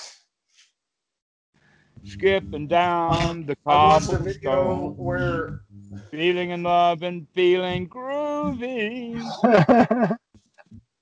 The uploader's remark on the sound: Skype calls.